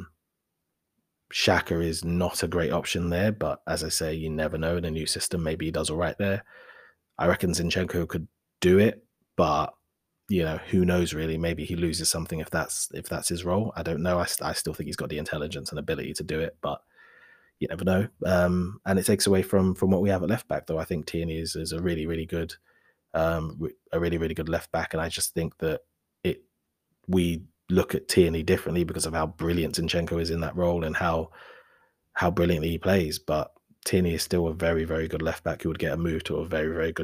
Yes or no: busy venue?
no